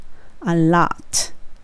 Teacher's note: 歯の裏にベロの先当ててレレの音で lot ラですねローじゃないラ